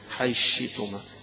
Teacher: يبقى هنا الثاء اتلغت وصار مكانها الشين · Term: إدغام